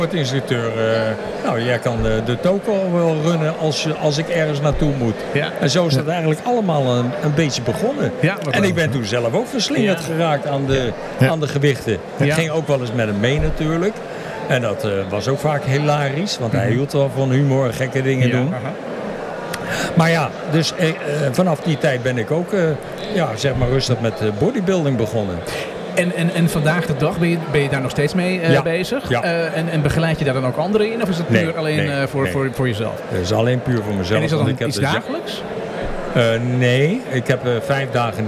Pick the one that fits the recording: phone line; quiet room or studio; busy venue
busy venue